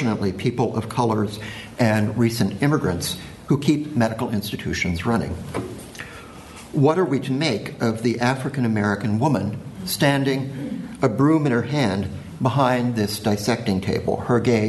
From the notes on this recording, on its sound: Keynote paper given at the symposium.